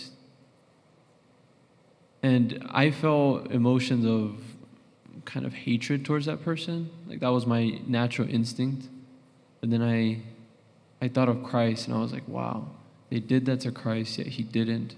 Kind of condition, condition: setting, live audience